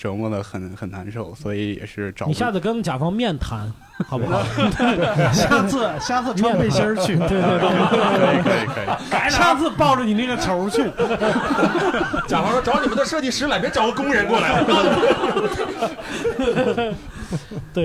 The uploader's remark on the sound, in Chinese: 主播和现场观众们。参与现场录制。